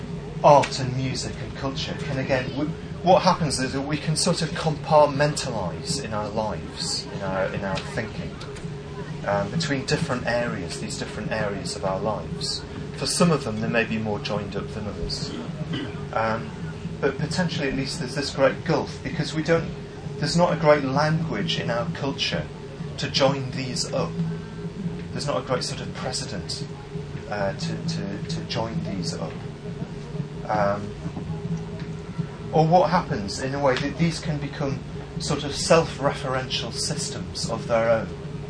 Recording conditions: poor sound quality